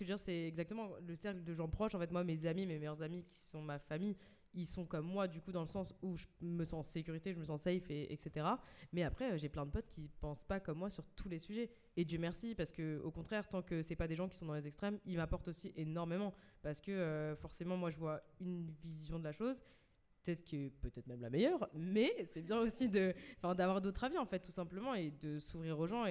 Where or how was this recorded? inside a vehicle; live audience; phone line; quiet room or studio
live audience